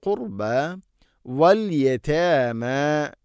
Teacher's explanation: റായിനെ അധികം തക്രീർ ചെയ്യരുത്, റ എന്ന ശബ്ദം അധികമുണ്ടാവരുത്